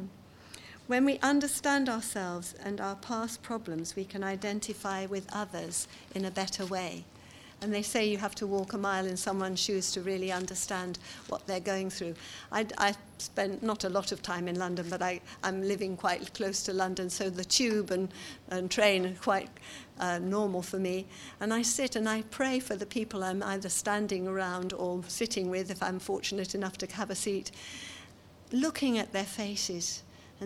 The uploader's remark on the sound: seminar from the 2018 Authentic conference